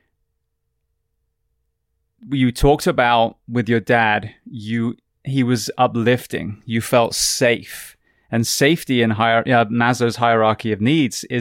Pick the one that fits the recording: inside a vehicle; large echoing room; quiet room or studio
quiet room or studio